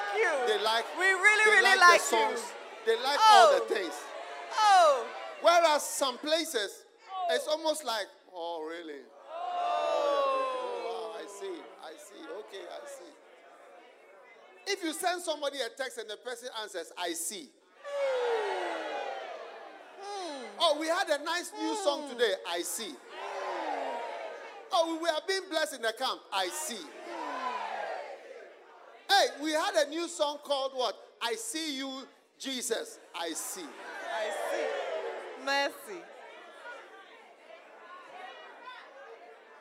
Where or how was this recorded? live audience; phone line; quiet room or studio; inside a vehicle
live audience